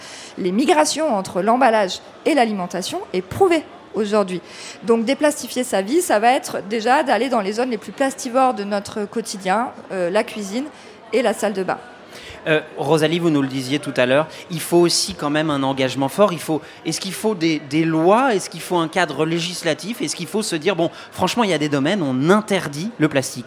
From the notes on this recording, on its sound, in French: Et comme cette émission se déroule en direct de Marseille au Festival So good.